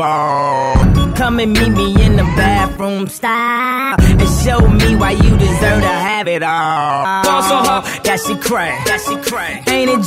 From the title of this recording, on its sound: Live In Da Mix - One Night at La Viva Bremen